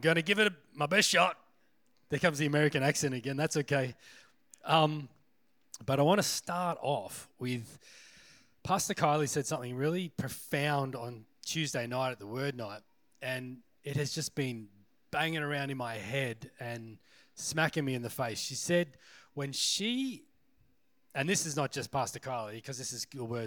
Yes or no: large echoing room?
yes